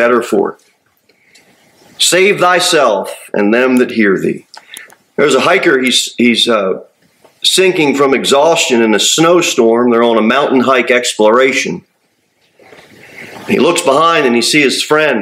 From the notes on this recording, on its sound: Sermon delivered at Pilgrim Baptist Church on Thursday, December 21, 2023, at 6-15 pm. Pilgrim Baptist Church, located at 229 W. Jere Whitson Rd.